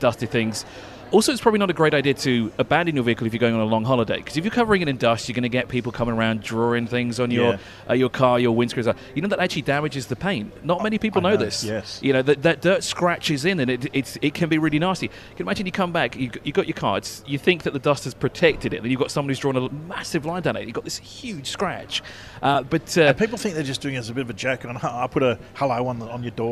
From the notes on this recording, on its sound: Broadcasts live from the freshly inaugurated Exeed showroom in Dubai, where Motor Mania fans gather eagerly for a hands-on experience with the carmaker's latest SUVs.